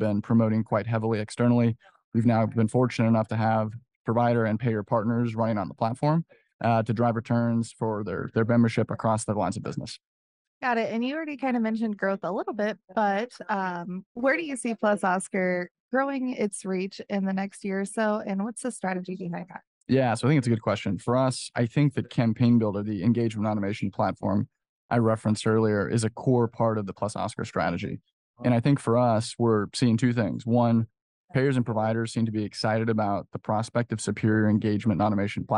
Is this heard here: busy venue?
yes